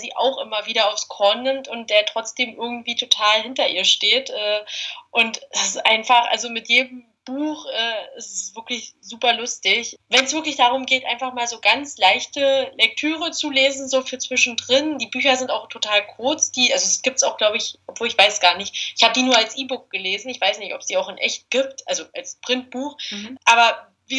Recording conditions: poor sound quality